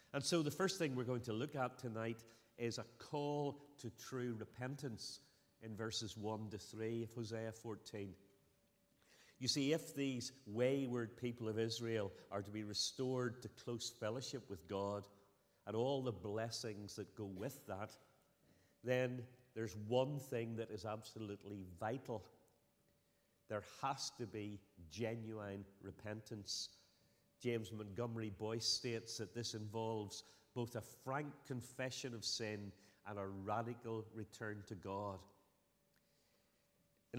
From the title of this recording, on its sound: Sunday 8th October 2023 evening service